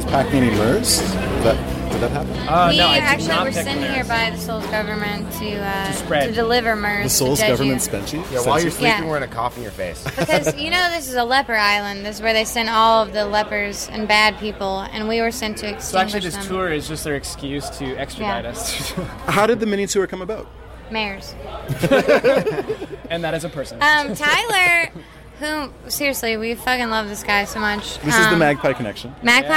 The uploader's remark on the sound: live at The Factory in Jeju City, 6/13/2015